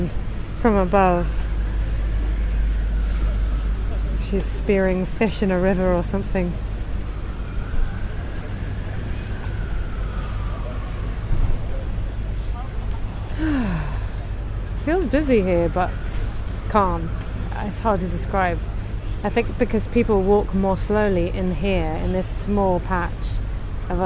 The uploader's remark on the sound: Soho Square. This podcast is recorded in 3D sound! Join her out and about as she captures those small, magical moments of everyday life, in sound.